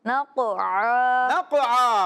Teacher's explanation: کلکلہ خوب ظاہر ہوگا